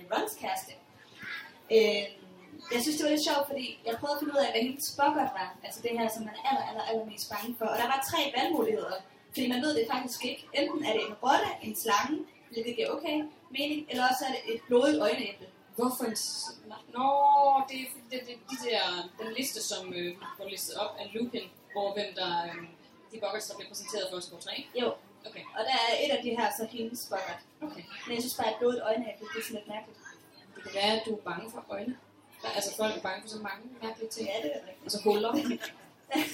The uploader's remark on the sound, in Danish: Det Første Liveshow fra Harry Potter Festival i Odense